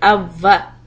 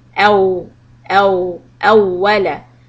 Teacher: Don't say أفا. Don't touch the lips with your teeth. No V sound on the vowel. · Shown in: second take